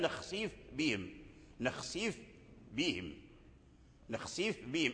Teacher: من حروف الشفة، والباء من حروف الشفتين، فمكانهما ومخرجهما متقارب جدا، ولكن ورش وقالون أظهر الفاء عند الباء